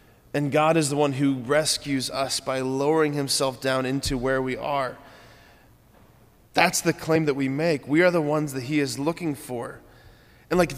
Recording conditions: large echoing room